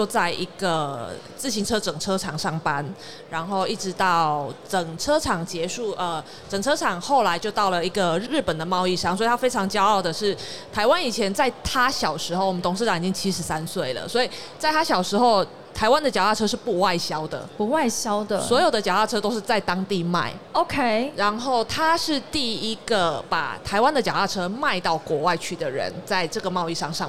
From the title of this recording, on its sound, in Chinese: 2022 Taipei Cycle台北國際自行車展-Live Podcast